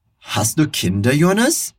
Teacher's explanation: Além do verbo estar na primeira posição, nós temos essa melodia que ela cresce ali na frase